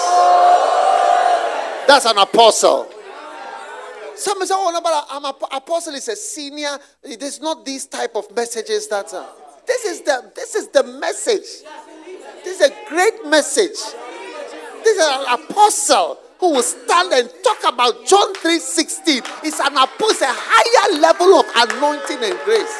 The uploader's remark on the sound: Preached at the Use It or Lose It Camp, USA.